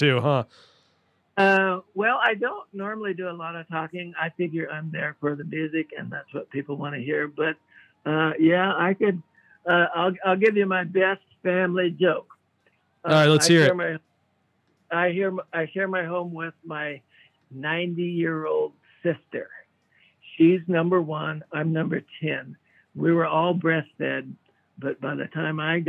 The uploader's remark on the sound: chatted with us on the phone